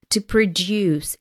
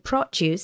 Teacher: So we have the stress in the second syllable, to produce. And produce is noun, so the stress falls on the first syllable.